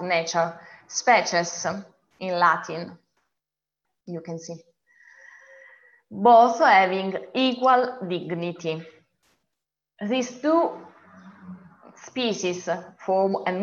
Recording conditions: video call